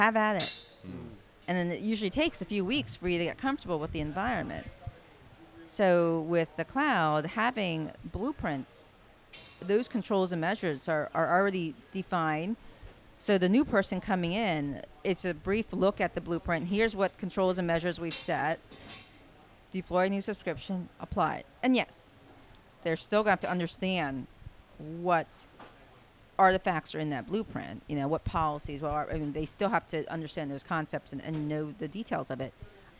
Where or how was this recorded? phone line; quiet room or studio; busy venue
busy venue